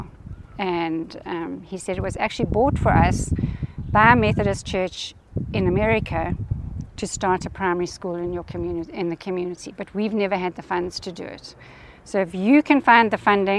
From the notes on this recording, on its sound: Live from the Heritage Tour's 1st stop in Durban